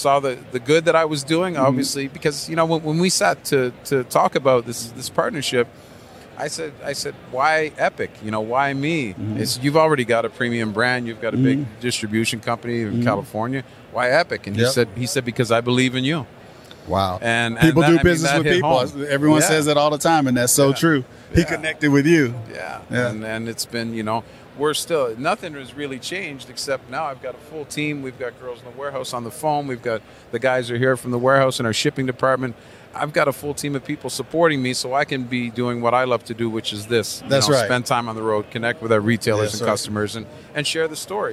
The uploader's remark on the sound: at Tobacco Plus Expo 2021 in Las Vegas